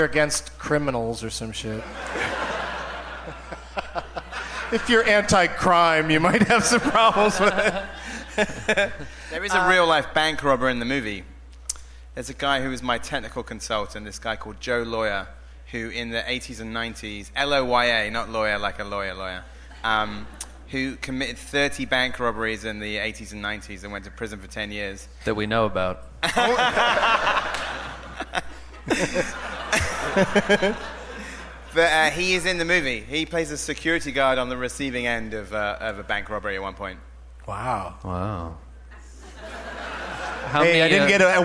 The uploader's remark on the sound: Live from the Gramercy Theatre in New York City